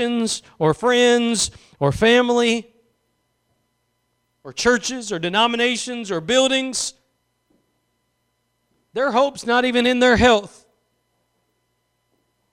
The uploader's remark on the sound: Preached at Gospel Lighthouse in Bossier City, La.